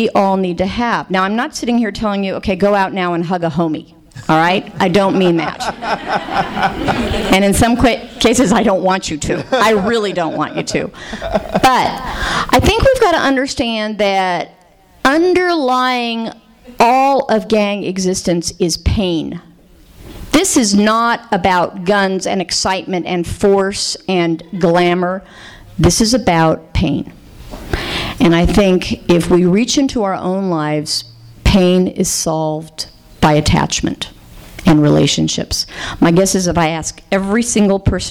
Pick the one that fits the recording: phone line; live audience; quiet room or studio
live audience